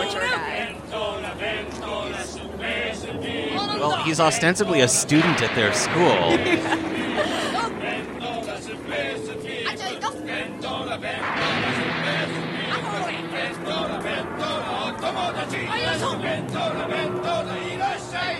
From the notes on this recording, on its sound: Live from INTERNET YAMI-ICHI